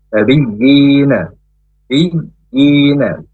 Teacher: Wajib abin bin, langsung masuk ke nun tasdid i-nya, kemudian di nun tasdidnya ini ditahan dua harokat yaitu bacaan gunnah musyaddadah. Bigina, bigina, bi ditekan kemudian baru i-nya dibaca panjang dua harokat.